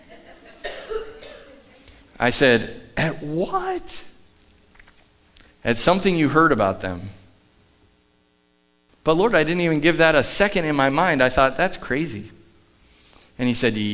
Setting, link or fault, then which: setting, large echoing room